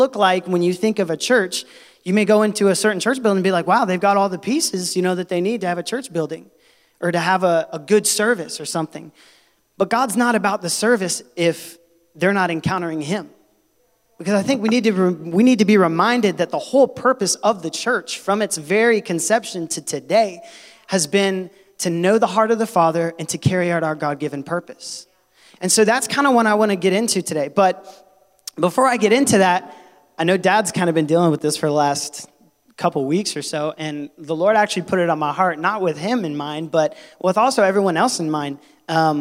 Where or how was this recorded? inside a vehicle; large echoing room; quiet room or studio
large echoing room